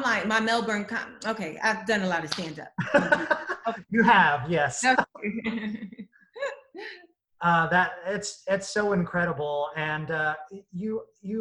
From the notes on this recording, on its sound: Recorded via Zoom